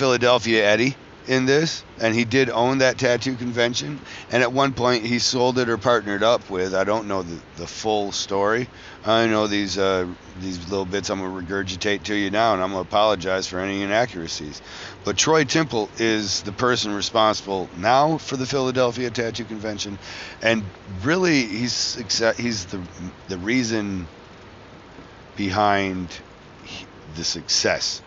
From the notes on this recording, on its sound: Traveling home from Philadelphia Tattoo Festival.